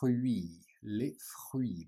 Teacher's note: Okay, the T and the S are silent.